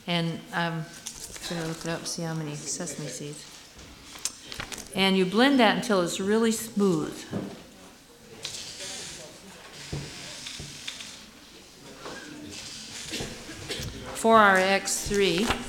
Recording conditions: live audience